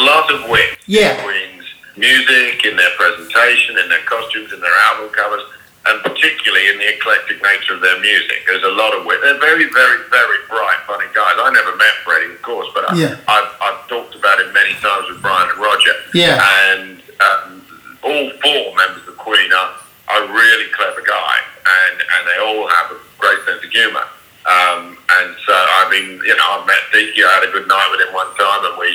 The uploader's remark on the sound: A brief phone conversation